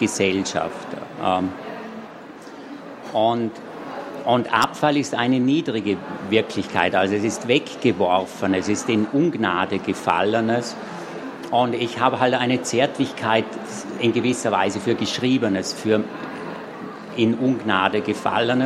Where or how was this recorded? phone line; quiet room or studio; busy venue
busy venue